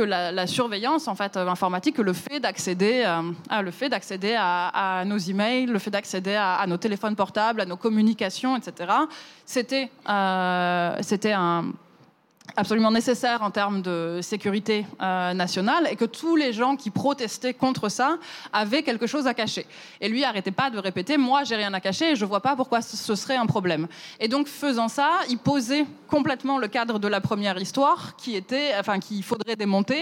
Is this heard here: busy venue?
yes